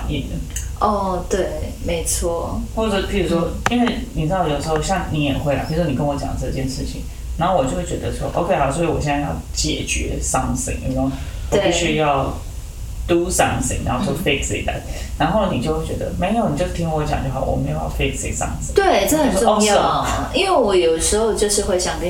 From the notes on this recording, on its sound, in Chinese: 本集錄音出現差錯，導致音質下降還請見諒